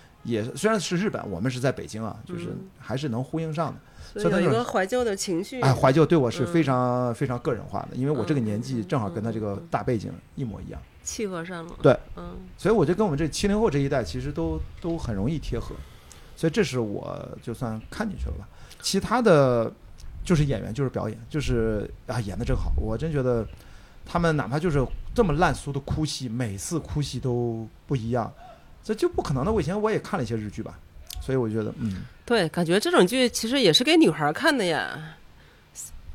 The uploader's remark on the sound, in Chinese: 在阿那亚海浪电影周的「锣鼓漫谈」现场。